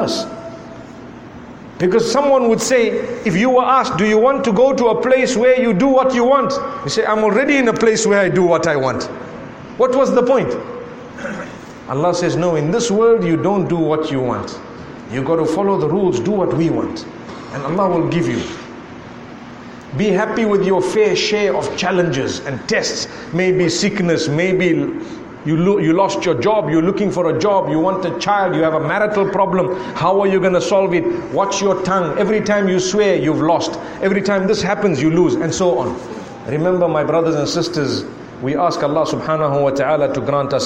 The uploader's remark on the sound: A lecture to the youth delivered at the Nurul Islam Masjid in Trinidad